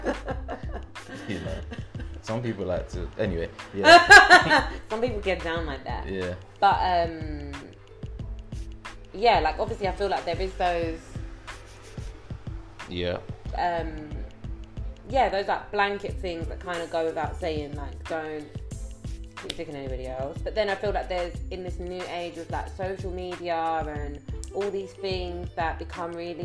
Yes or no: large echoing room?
no